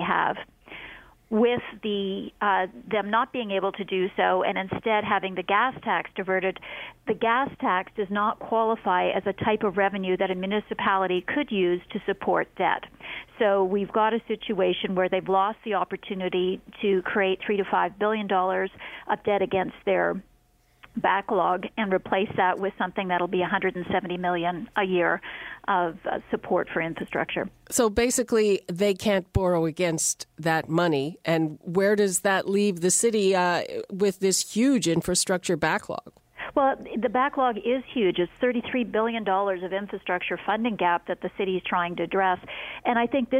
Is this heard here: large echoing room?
no